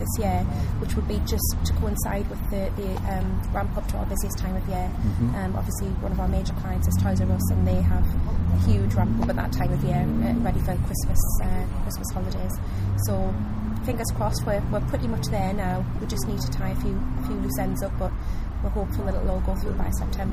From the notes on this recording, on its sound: Recorded at the Low Carbon Best Practice Exchange, Newcastle.